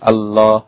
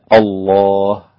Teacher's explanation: اسم الجلالة الله، اللام فيه مغلظة · Shown in: second take · ما تقولش الله، لا الله هكذا.